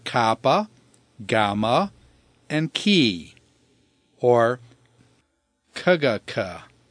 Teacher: The last category are the palatals, and they are formed by placing the tongue at the top, the soft part of the palate of your mouth, and these are kappa, gamma, and ki, or kagaka.